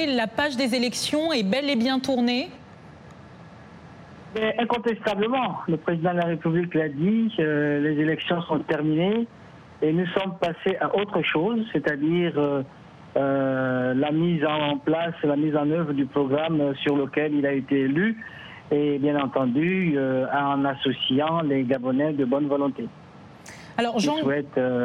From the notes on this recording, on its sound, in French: Nos experts répondent à vos questions en direct, via des Live Remote, Skype, et par téléphone de Dakar à Johannesburg, en passant par le Caire, New York, Paris et Londres. Cette émission est diffusée en direct par satellite à l’intention des stations de télévision et radio partenaires de la VOA en Afrique francophone.